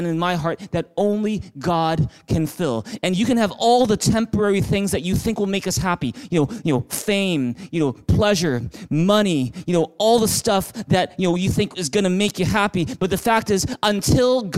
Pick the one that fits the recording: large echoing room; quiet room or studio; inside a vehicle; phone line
large echoing room